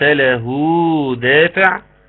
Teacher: له مد صلة صغرى ومد مقدار حركتين